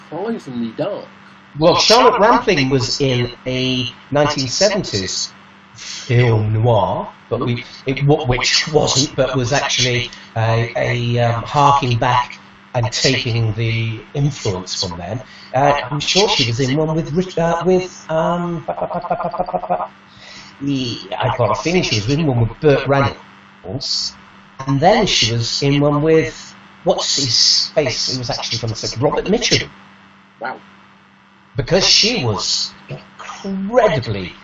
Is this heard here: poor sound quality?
yes